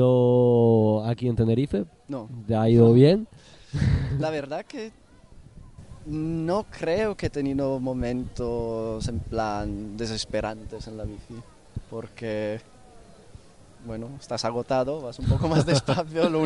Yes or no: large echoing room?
no